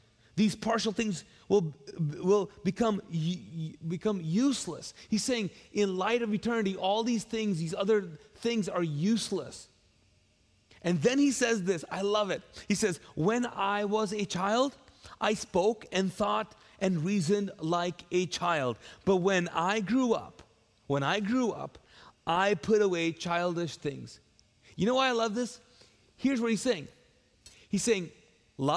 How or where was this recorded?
large echoing room